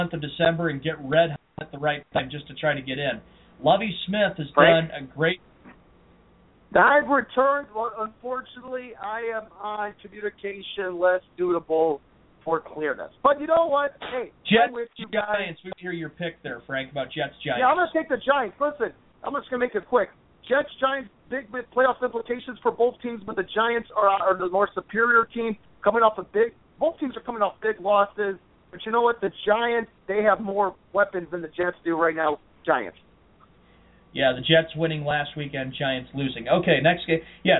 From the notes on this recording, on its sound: GB/DET Recap + Your Phone Calls!